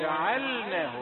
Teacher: خلص اللام من النون جعلناه لا تدغمها في النون.